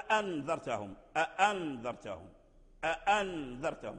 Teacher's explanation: وبعض القراء قرأها على شدتها بهمزتين، يعني القراء الآخرون قرأوا أأنذرتهم، أأنذرتهم، أأنذرتهم بتحقيق الهمزتين، وهي